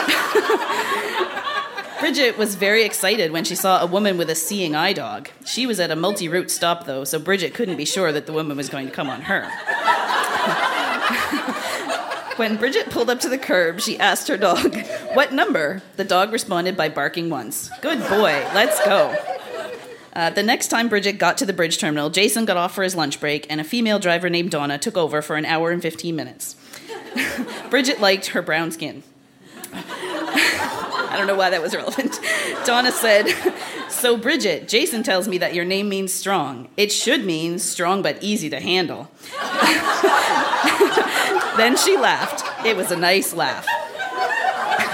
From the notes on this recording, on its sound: Recorded live at The Company House in Halifax.